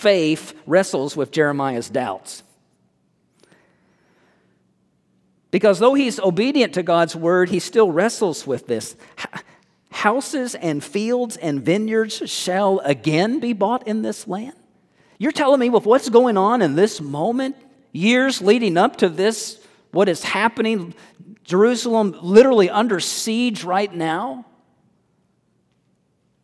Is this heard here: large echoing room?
yes